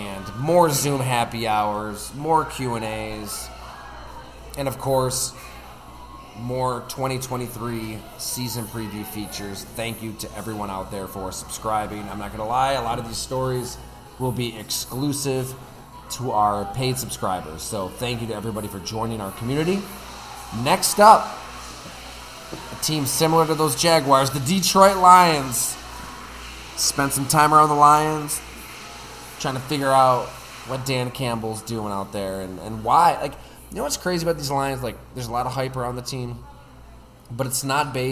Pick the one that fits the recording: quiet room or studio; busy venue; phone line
busy venue